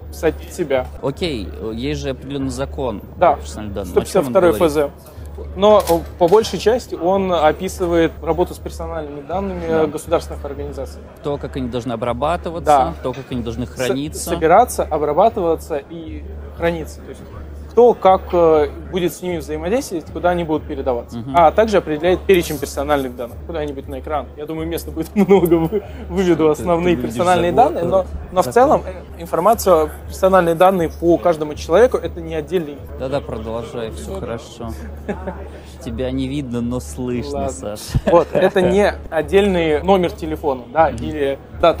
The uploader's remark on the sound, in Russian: Почему у нас опять странный звук на фоне.